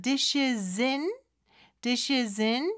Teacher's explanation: dishes 하고 in은 연음이 될 수 있거든요